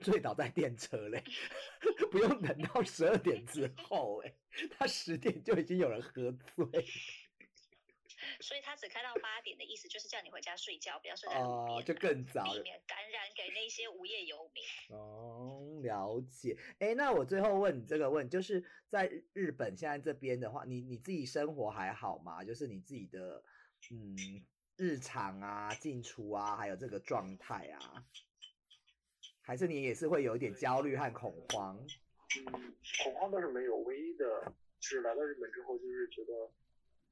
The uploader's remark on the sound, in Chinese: 東京、台北、洛杉磯 三方跨國連線。因跨國錄音 音質問題 請見諒。